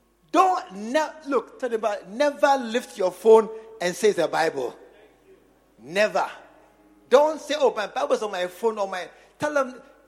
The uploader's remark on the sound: preached at the True Vine Cathedral, Bantama